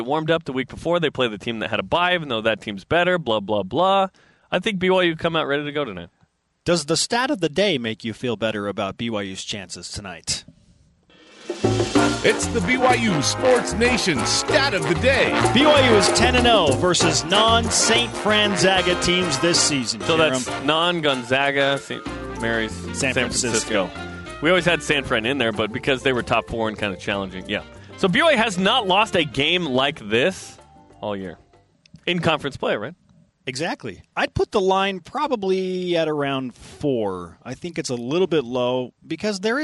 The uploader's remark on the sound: It's men's basketball game day in Las Vegas. Live from the Orleans Arena.